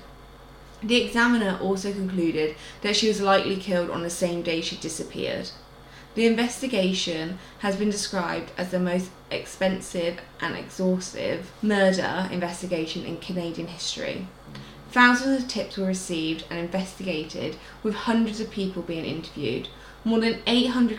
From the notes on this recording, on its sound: Sorry about the background noise in this week's episode, we had 2 very loud snorers in the room with us (our cheeky lil Frenchies).